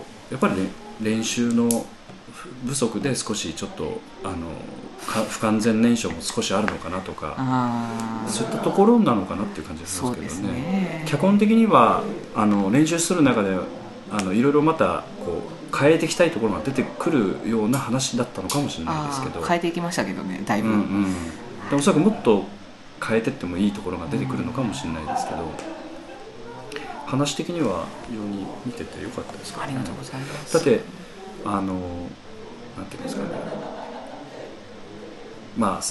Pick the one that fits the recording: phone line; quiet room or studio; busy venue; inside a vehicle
busy venue